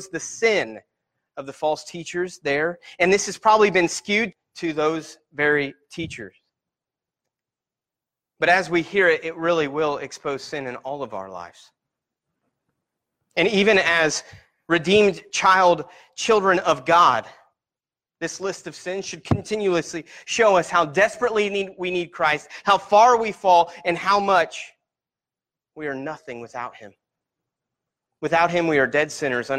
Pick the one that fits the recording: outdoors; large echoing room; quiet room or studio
large echoing room